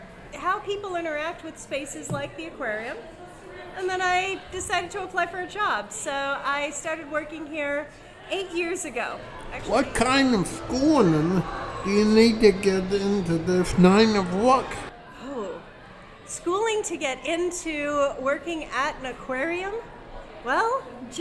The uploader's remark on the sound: This is a video episode, which was recorded on location at the Aquarium of the Pacific in Long Beach, California.